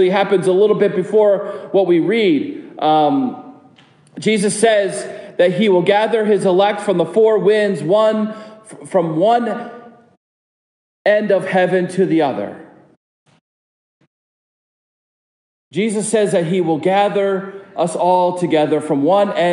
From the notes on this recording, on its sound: This sermon is preached at Prince of Peace Lutheran Church.